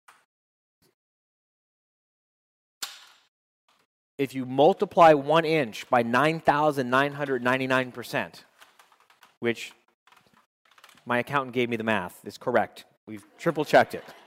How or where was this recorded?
live audience